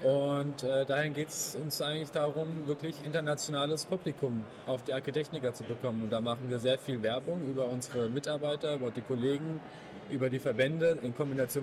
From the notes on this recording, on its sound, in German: LECTURA ist derzeit auf der Messe Agritechnica 2023. Hören Sie sich unser Live-Gespräch mit Ausstellern.